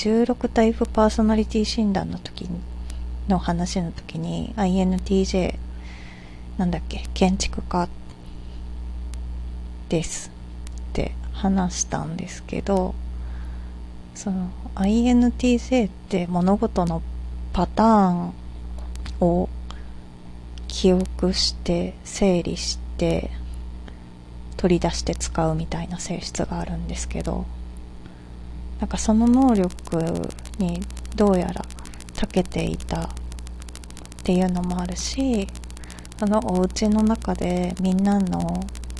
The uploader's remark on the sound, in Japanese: おふとぅんの中で録音したらなぞのジリジリした音声が入ってしまいましたが、とりとめのない話すぎて再度録音ができないのでこのまま公開します。